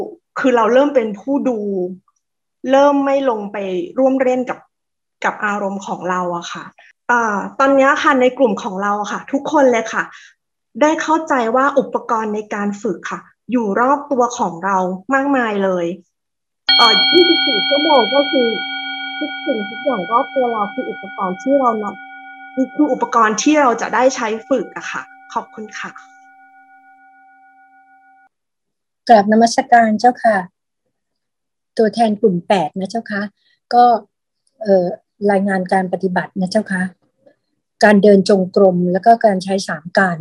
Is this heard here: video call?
yes